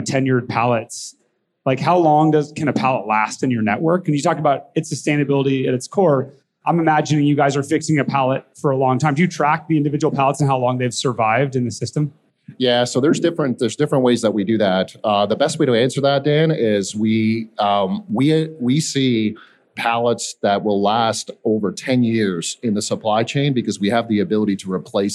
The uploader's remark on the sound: in this fireside chat on day 2 of the Future of Supply Chain Conference in Northwest Arkansas